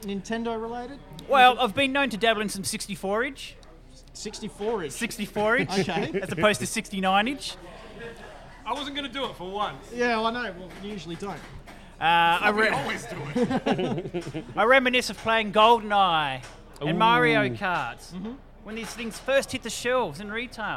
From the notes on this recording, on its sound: LIVE SHOW PART 1. LIVE at the Flipside Barcade.